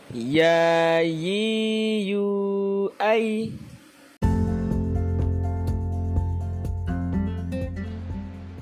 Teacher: Lidah bagian tengah pada posisi langit-langit bagian atas. · Term: huruf ya